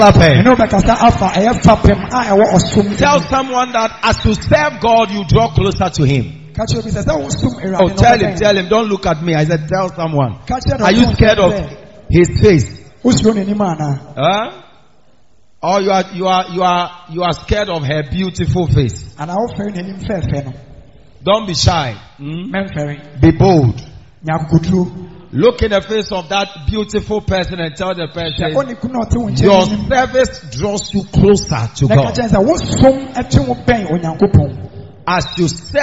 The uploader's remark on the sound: Preached At The Miracle Arena